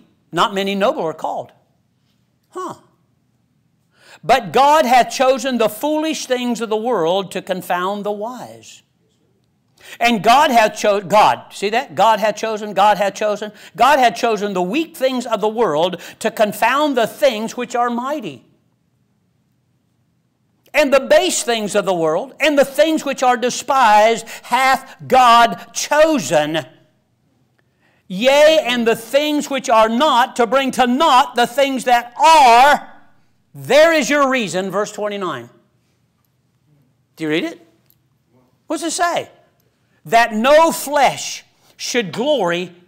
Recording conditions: large echoing room